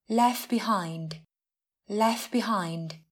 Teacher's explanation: Phụ âm t đứng giữa hai phụ âm khác là f của từ left và b trong từ behind. Nên khi nói nhanh sẽ thường được lược bỏ. Left behind sẽ thành left behind.